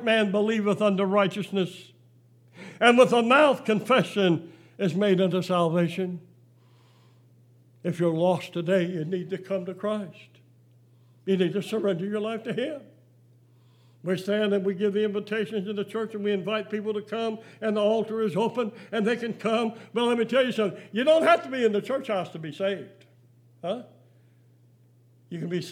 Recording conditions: large echoing room